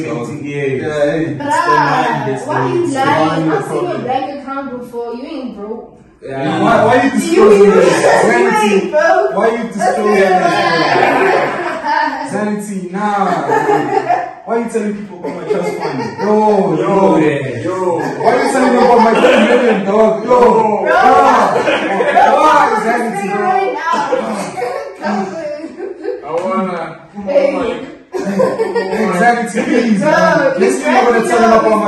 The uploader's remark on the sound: Due to technical difficulties the audio quality has been affected we would like to apologize for the inconvenience